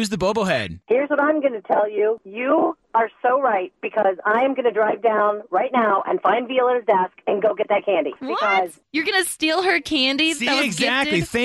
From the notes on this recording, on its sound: They asked listeners to call.